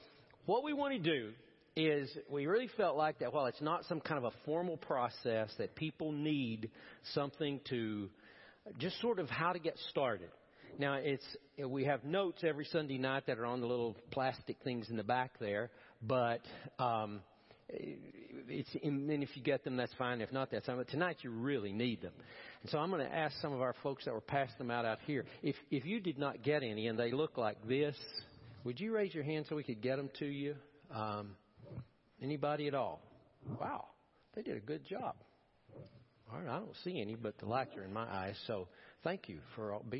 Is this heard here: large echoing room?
yes